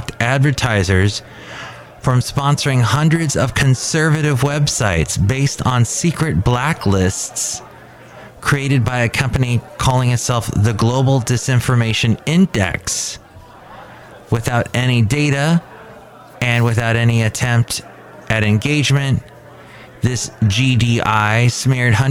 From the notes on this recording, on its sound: podcasts live from Cafe Anyway